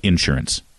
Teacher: Oklahomans put the emphasis on the first syllable.